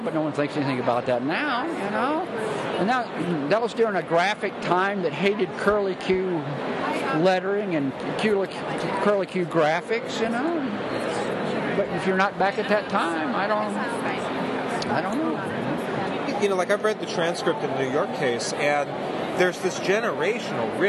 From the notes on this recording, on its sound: LIVE! From the 2014 MoCCA Fest! From the floor of the 2014 Museum of Comic and Cartoon Art Festival!